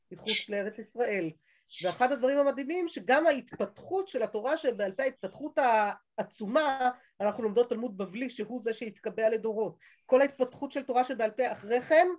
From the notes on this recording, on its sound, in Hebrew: השיעור הועבר והוקלט בזום. בישוב עלי.